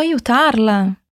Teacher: e o A é bem aberto, como o A da nossa água.